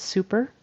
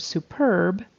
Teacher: the word superb is with the accent on the second syllable · Shown in: second take